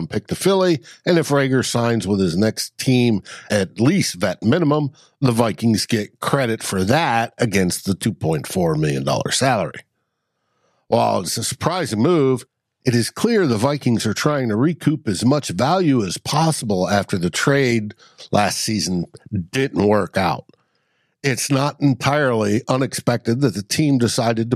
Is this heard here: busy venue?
no